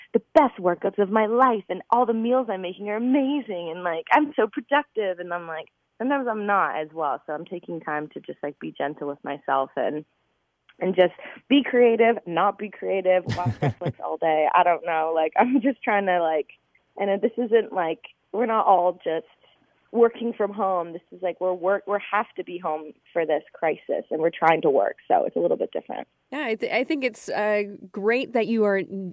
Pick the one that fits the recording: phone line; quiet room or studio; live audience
phone line